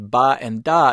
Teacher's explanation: the sounds ba and da do not come with a burst